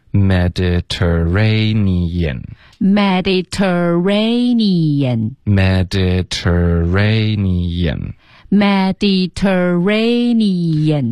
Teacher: 结尾的这个 N-E-A-N 这一段呢很多的学生都会发成一个音节就发成念念可是英文呢得分开你眼你眼非常明显的两个音节